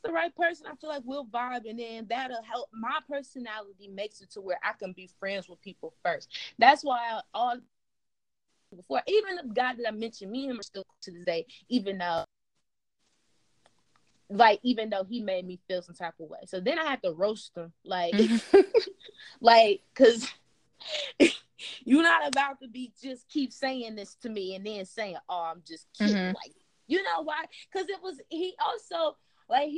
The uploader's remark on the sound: EXCUSE THE AUDIO ISSUES.